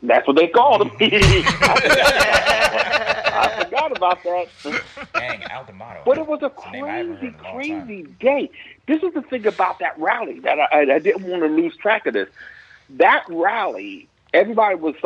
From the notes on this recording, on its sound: call in guest